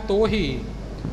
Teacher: ਇਸ ਨੂੰ ਆਪਾਂ ਨਾ ਤਾਂ ਪੂਰਾ ਹੋੜਾ ਬੋਲਣਾ ਨਾ ਪੂਰਾ ਔਂਕੜ ਬੋਲਣਾ ਹੈ, ਦੋਹਾਂ ਦੇ ਵਿਚਕਾਰ ਦੀ ਮਾਤਰਾ ਆਪਾਂ ਰੱਖਣੀ ਹੈ।